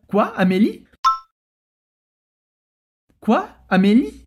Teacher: fazendo a entonação de surpresa